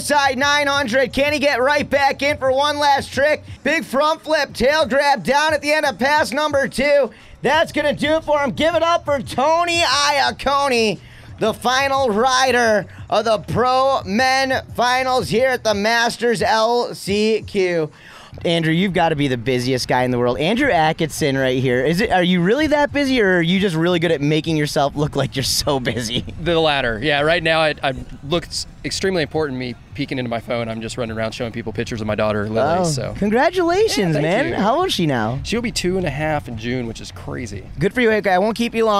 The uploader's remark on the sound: The Nautique Boats Masters LCQ (Last Chance Qualifier) went down at the Orlando Watersports Complex. Captures live audio and interviews with pro riders from the event.